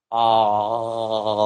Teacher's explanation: there's a kind of constriction in the throat · Term: laryngeal